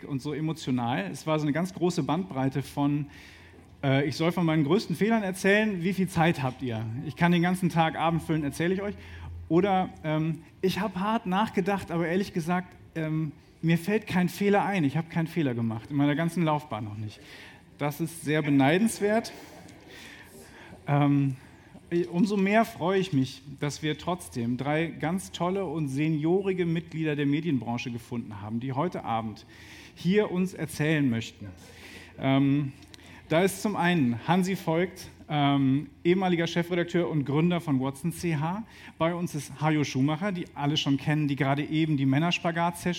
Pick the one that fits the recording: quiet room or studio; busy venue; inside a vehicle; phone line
busy venue